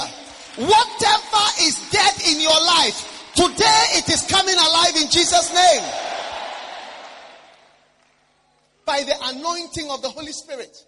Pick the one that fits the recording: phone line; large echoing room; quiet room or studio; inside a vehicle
large echoing room